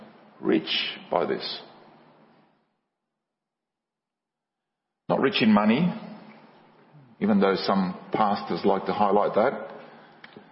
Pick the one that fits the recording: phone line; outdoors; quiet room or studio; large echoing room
large echoing room